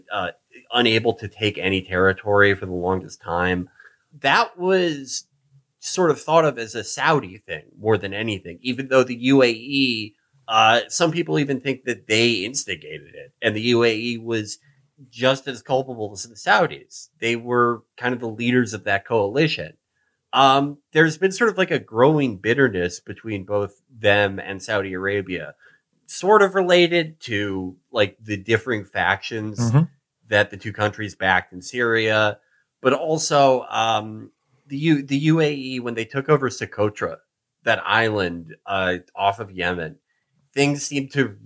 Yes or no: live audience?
no